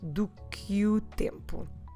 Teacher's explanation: Here I'm doing even more than that, because I'm running the do que o tempo. I'm running the que, using that E that we normally don't pronounce, to run it together with the following vowel. So instead of having do, we have do que o tempo. · Term: little connection